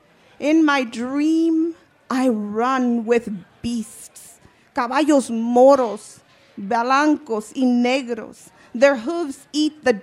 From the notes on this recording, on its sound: Part 2 of a panel from the 2017 Tucson Festival of Books from the Pima County.